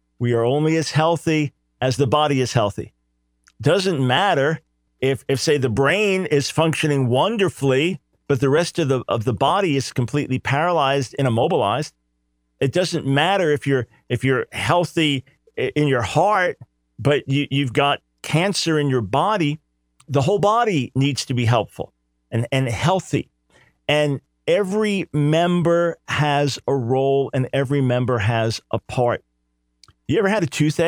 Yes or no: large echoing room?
no